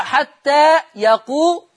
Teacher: قرأ ورش بضم اللام في لفظ يقول